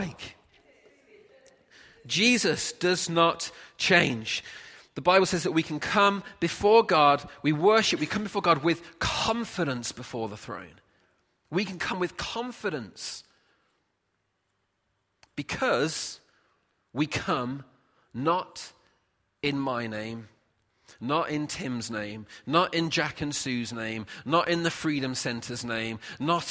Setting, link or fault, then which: setting, large echoing room